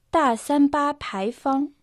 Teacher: «Та» произносится в четвертом тоне. В переводе на русский это «большой».